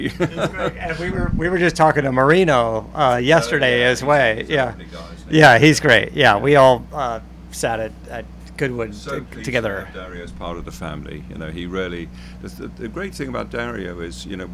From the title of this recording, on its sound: live from Laguna Seca